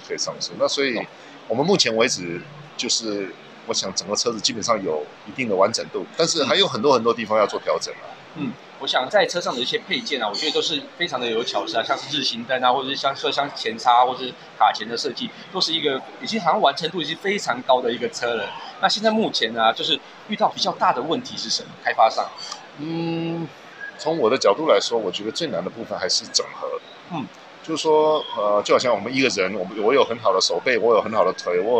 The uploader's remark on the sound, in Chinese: Kisplay米蘭二輪車展現場直擊！